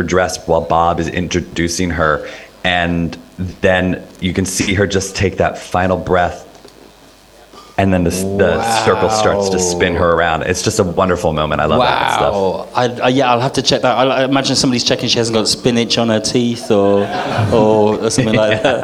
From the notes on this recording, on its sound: Recorded at the RVT on 21 October 2023. Joined by special guests on the stage and with a live link up to New York and LA.